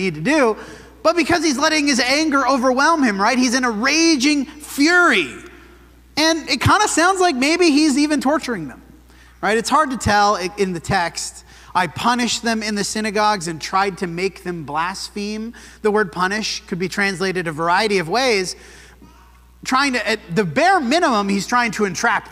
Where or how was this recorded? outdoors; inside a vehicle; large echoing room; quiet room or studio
large echoing room